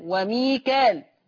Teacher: حفص يقرأ بالألف بين الكاف واللام